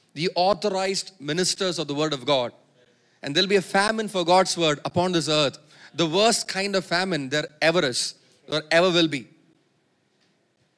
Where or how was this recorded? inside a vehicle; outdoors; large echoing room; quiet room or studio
large echoing room